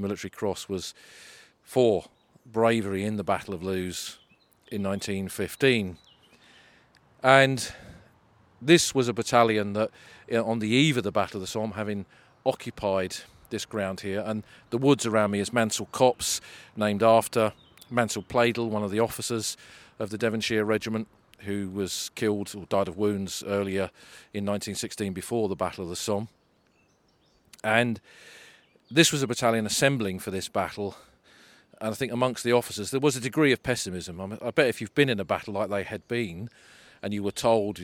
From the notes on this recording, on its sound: Somme Walks: Bois Français. Recorded on the battlefields.